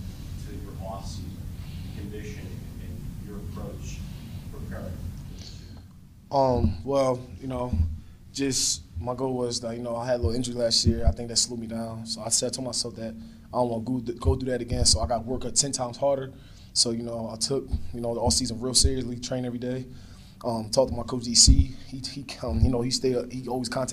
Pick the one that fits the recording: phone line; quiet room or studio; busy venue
busy venue